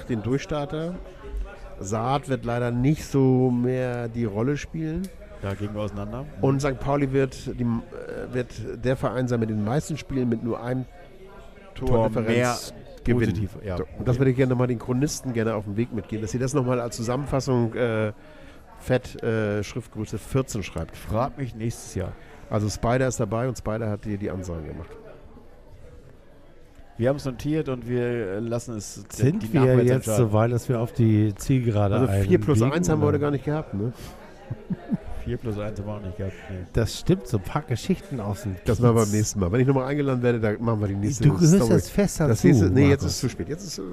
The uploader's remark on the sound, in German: Live aus er Taverna Plaka in der Schanze.